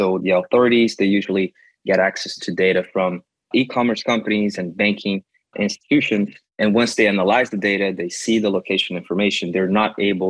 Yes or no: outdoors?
no